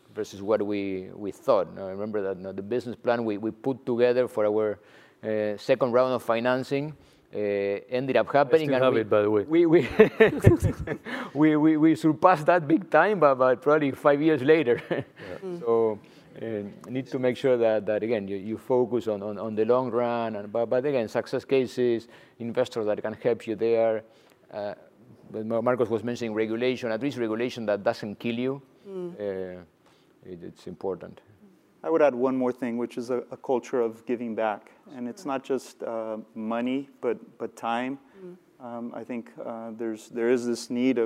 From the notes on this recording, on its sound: During student-led interviews and before a live audience.